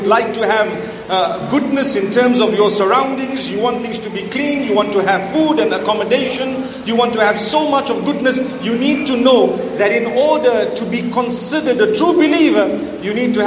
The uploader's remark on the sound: Talk delivered in Zamboanga, Philippines at the ilm Voyage Convention entitled Khairul Quroon.